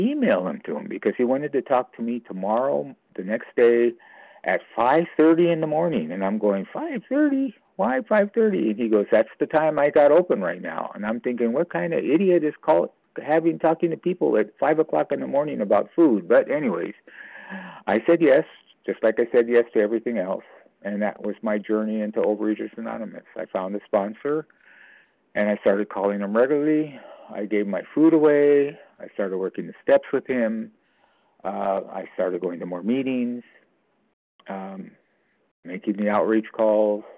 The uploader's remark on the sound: 100 Pounders Phone Meeting